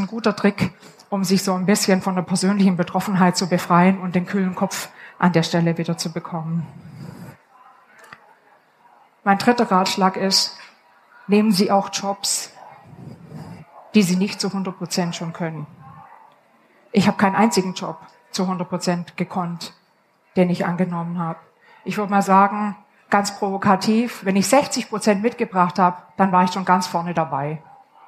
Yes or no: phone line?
no